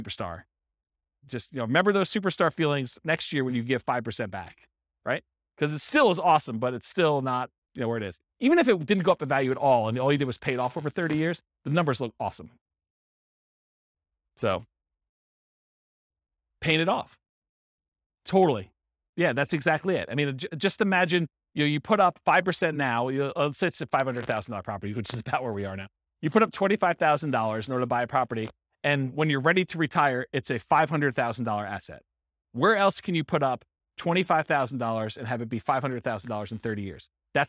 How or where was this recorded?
live audience